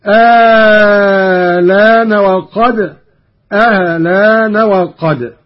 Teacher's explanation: قرأ قالون بإبدال الهمزة الثانية مع المد الطويل